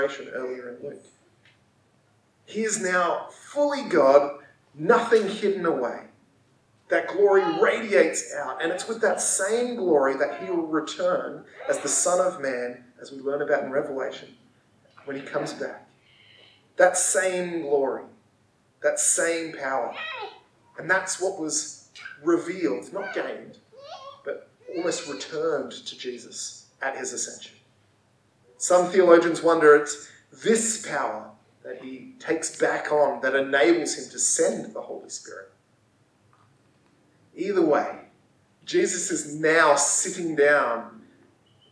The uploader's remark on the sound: Audio is not to usual quality this week. We are still developing the system to fit our new location.